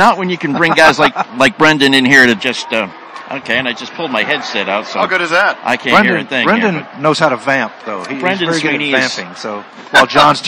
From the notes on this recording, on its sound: Live from the Media Days for the inaugural #SeniorLPGAChampionship at the Pete Dye course at French Lick Resort.